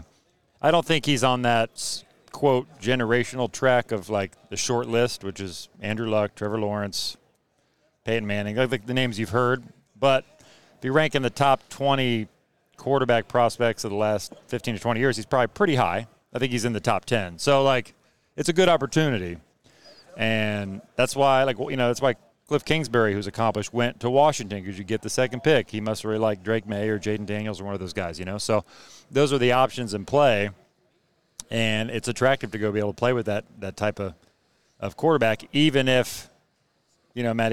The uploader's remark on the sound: LIVE FROM THE NFL COMBINE